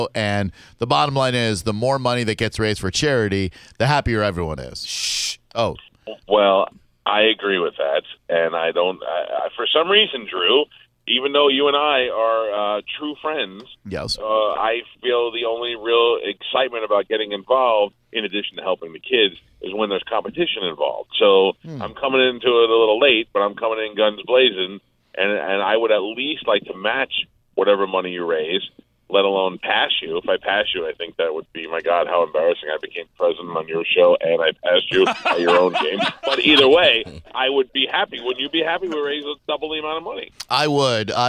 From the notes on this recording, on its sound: We called to get his thoughts on it!